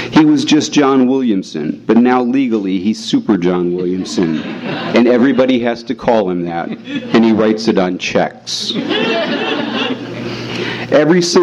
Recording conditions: live audience